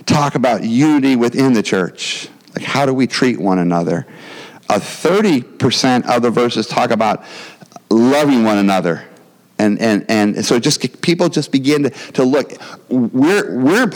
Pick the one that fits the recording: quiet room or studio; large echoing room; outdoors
large echoing room